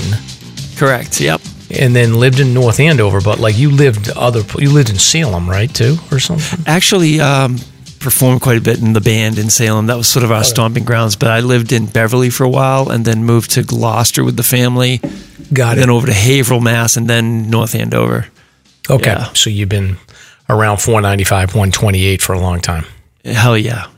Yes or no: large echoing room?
no